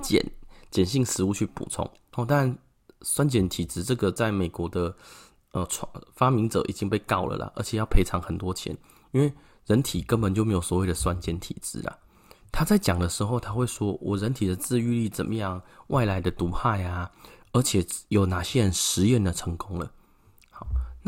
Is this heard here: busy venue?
no